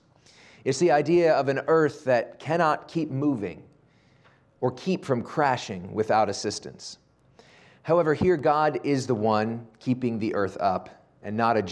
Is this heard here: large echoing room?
yes